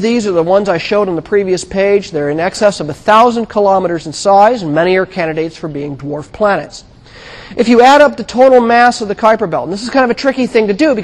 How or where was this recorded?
large echoing room